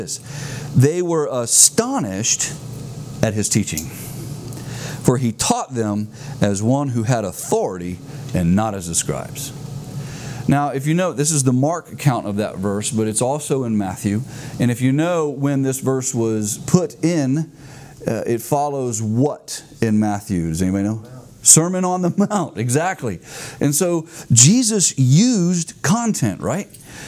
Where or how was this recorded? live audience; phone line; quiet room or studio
live audience